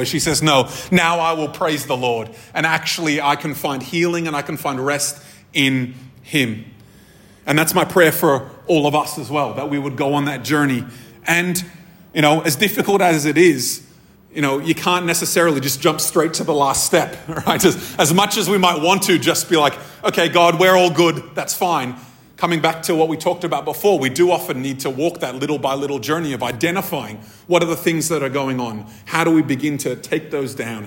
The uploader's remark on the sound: This episode was recorded at a Thrive Community gathering on 9th July 2023.